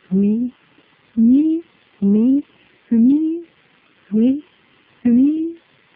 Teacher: 釧路地方ではフミーのミにアクセントを置いているのでフの音が小さくて聞き取れないと思います